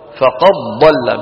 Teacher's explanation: بيدغم الدال في الضاد · Term: إدغام الدال في الضاد